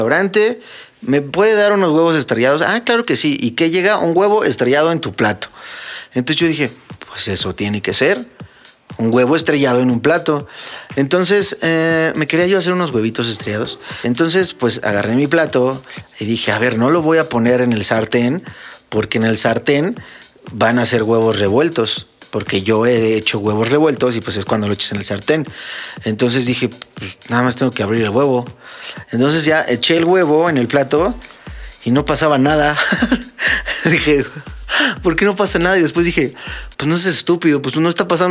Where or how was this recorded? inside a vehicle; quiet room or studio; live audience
quiet room or studio